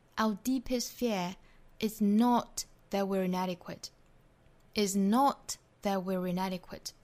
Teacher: 中间的 that we are 这三个字读得很快因为是虚词